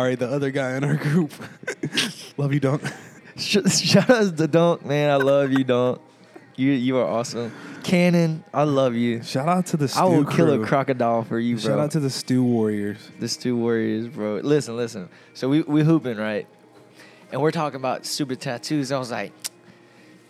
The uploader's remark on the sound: We recorded this episode in the middle of a Mcdonalds.